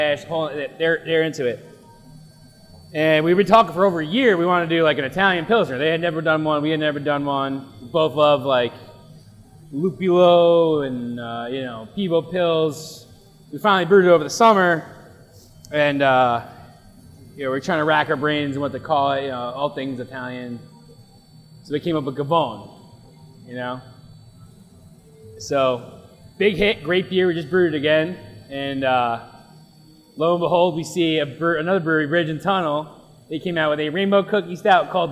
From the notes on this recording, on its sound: LIVE at Dubco. Head to Destination Unknown Beer Co for a LIVE brew day!